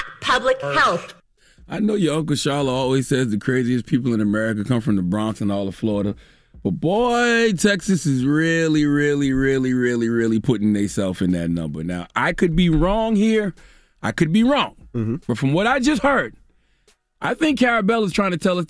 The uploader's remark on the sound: Today on the show we opened up the phone lines for our listeners.